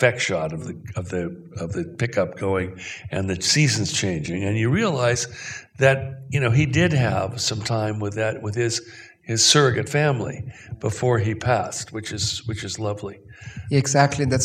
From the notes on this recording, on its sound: in a Q&A at the DGA theater in Los Angeles